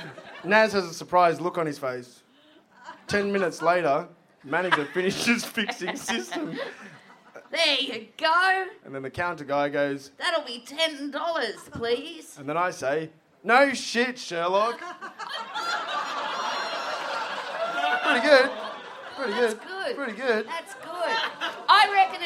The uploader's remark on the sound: Here we go with another huge month of live shows from Melbourne! Big live podcast and stand-up show.